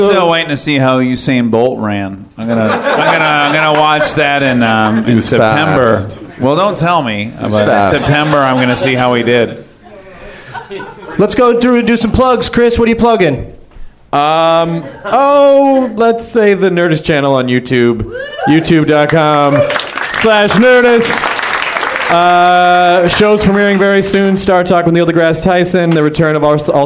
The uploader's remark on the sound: Live from the Nerdmelt Theater at Meltdown Comics in L.